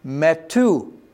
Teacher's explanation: TH is not a sound in Hebrew, really. It's pronounced as just a hard T.